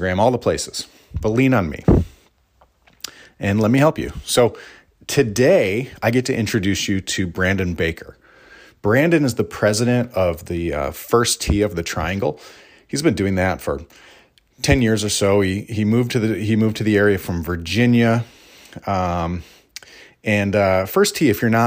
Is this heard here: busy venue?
no